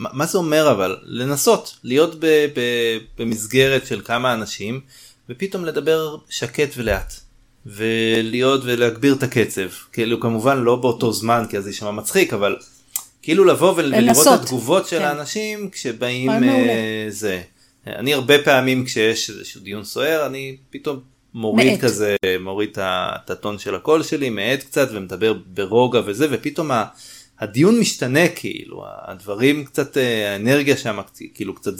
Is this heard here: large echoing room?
no